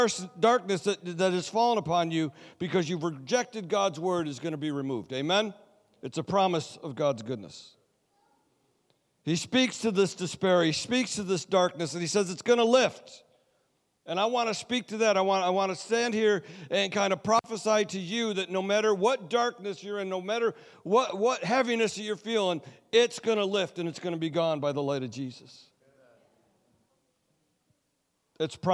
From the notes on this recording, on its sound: Sunday Service Recording